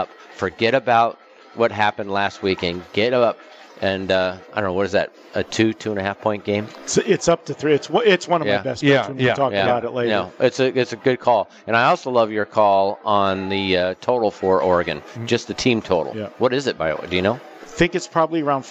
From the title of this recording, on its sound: Live from the Super Book at the Westgate Las Vegas